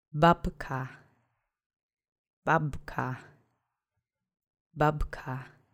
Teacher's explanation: if that second B gets softened to more of a P plosive, that's normal because having a B, K sound so close together, you're going to soften one of them.